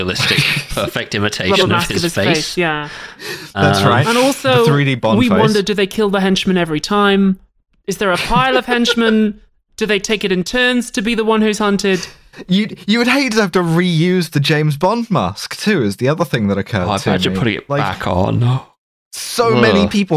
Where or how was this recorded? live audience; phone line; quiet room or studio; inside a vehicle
quiet room or studio